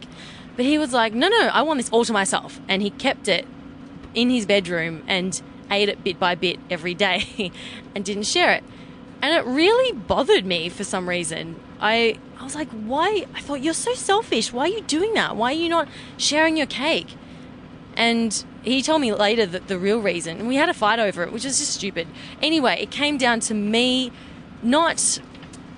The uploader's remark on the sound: recorded from my RV during our road trip back to LA